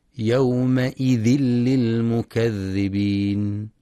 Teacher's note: وللإدغام بغير غنة في تنوين الكسر حيث جاء بعده حرف اللام يومئذ للمكذبين، وينتبه القارئ لرخاوة الذال في للمكذبين.